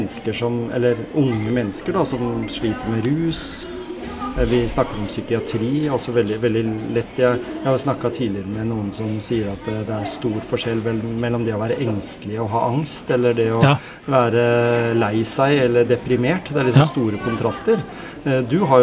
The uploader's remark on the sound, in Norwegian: Opptaket er gjort på Tangenten, Nesodden sitt kulturhus, bibliotek og kafe. Så det vil oppleves noe bakgrunnsstøy. Lydbildet er fra Zoom opptaker og Marantz podcast-mikrofoner.